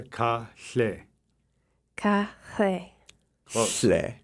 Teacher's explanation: you'd want to say an L sound, L, and instead of saying L, you keep your tongue right there and make an angry cat sound